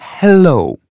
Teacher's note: звук «ха» произносится нежно, с придыханием